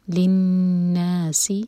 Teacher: اور سین پر سیٹی والی آواز